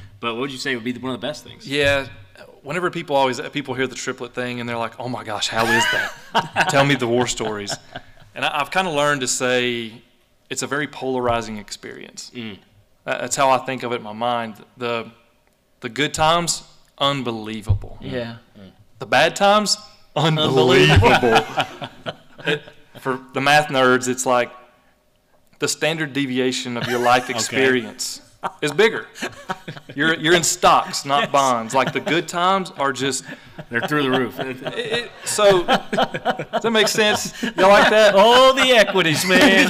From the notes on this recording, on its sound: The Be The Man Podcast went LIVE at Trinity of Fairview!